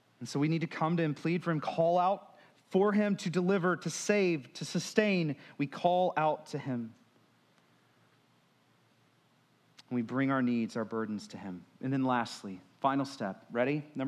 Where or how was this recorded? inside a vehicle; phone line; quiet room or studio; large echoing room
large echoing room